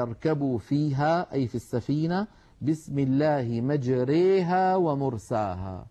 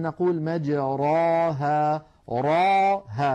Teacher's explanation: هكذا نقلت إلينا هذه الكلمة ري مجري بالإمالة الكبرى. لاحظوا بأن الراء هنا أصلها مجراها، الراء مفتوحة، ولكنها لما أميلت لم تعد مفخمة · Shown in: first take